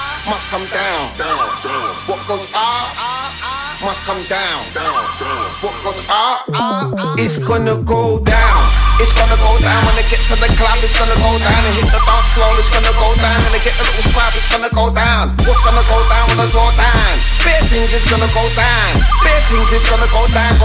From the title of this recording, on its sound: recorded at Candy Shop, Paris 23-03-17